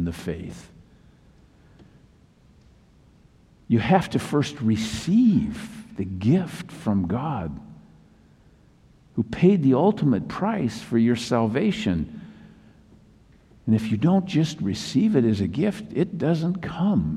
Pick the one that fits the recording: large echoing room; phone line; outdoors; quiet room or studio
large echoing room